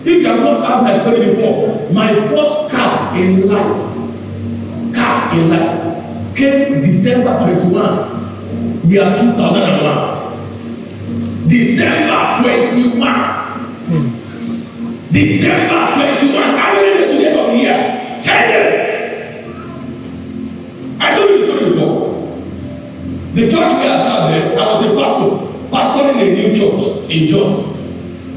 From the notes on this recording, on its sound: Covenant Champions Global Assembly Live Service